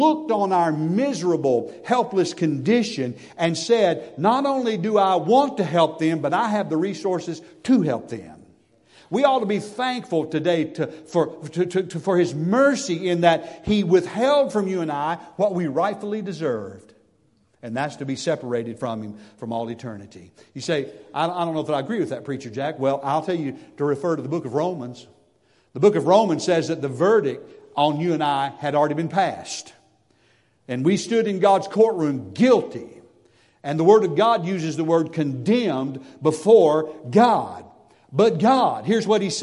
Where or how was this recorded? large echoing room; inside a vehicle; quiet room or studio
large echoing room